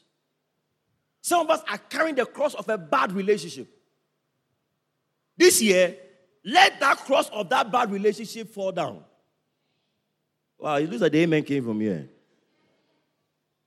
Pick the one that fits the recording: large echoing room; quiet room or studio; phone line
large echoing room